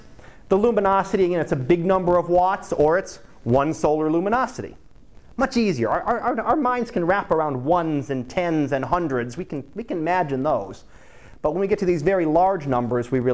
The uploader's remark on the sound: Live Class Lecture